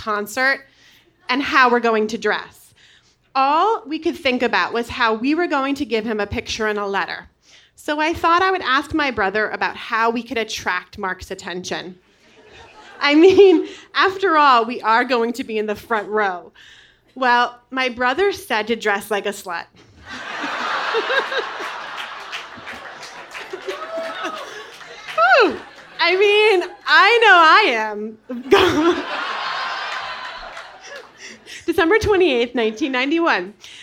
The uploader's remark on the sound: Live in Oakland. With this special surprise episode, immerse yourself in a recent Mortified Live event from Oakland, CA. The recording is only minimally edited to maximize the feeling of being at a live show inside your headphones.